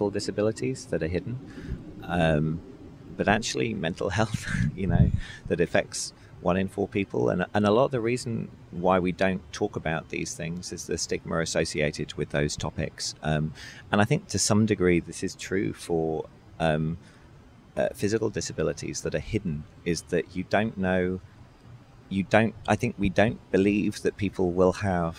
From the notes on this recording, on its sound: At the Agile2018 Conference in San Diego, CA. Decided to record this podcast outside. Pardon the wind and other city noises that we picked up during the conversation.